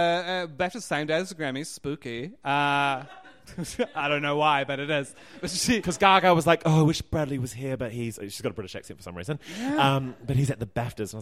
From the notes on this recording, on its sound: LIVE from Auckland’s Basement Theatre in front of a sold-out audience.